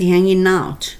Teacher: ing の g はちょっと落ちる感じで後ろの「おう」と「アウト」ですね「アウト」の「おう」ですねとくっつくので「ヒャンギンナウチ」になります「ヒャンギン」で歯の裏にベルの先が当たったまま後ろの「お」つまりは「あ」みたい「アウト」の「あ」なので「ナウチ」になるわけですね「ヒャンギンナウチ」「ゆ」ここを上げます「ゆ」っていうのは「あなたは?」っていうことですねなのではいもう一度いきます Nothing、oh. not much, just hanging out, you?次に nothing special, nothing, nothing